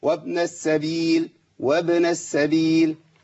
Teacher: لابد من قلقله الباء والا مش هتحس ان الباء طلعت خالص